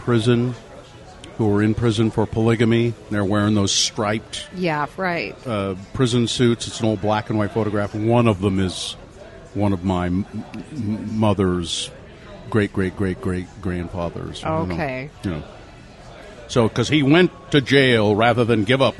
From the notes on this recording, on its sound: This episode was recorded at Taqueria 27.